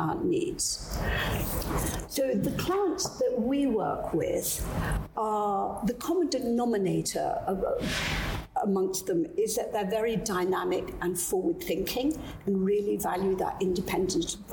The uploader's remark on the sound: Recorded backstage at our 2021 private wealth conference in London